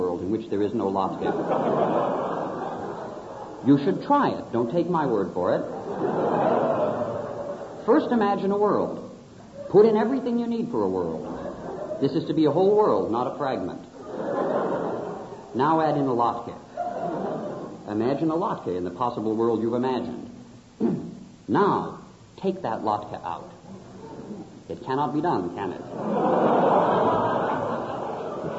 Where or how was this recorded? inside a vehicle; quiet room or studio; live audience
live audience